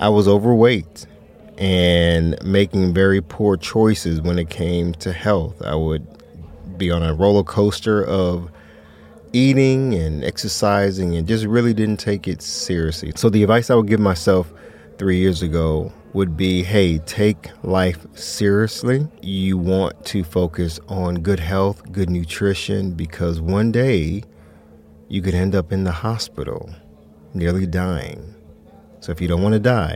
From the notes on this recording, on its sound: let the attendees at Blk Pod Festival Atlanta